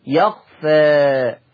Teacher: أميل بالألف شوية أقللها أنتحي بها شوية الفتحة كده شكل عمودي يخفى أميل شوية تقليل يخفى إن الله · Term: التقليل